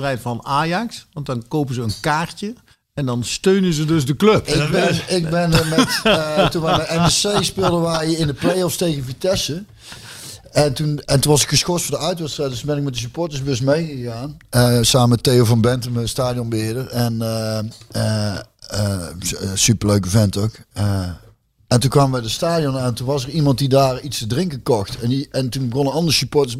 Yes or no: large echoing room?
no